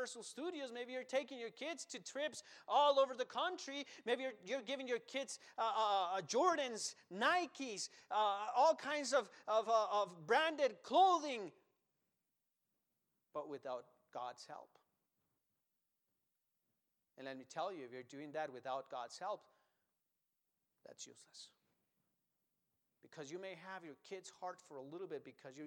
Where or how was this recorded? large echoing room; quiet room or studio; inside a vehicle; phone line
large echoing room